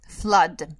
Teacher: Там пишутся две буковки O, а произносятся они как a.